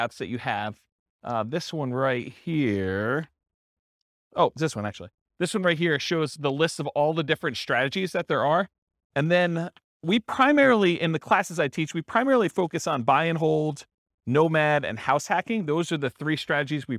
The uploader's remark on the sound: This was a live class recorded